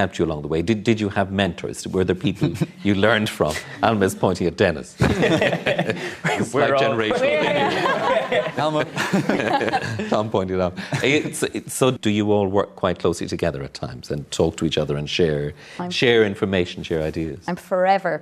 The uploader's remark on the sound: Recorded in the Project Arts Centre as part of the 2015 Dublin Theatre Festival.